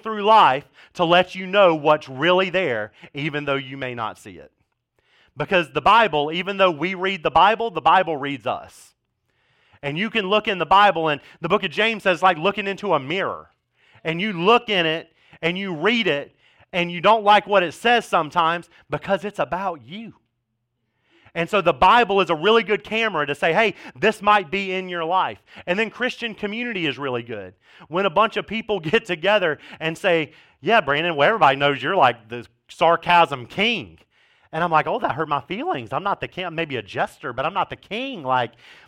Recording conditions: large echoing room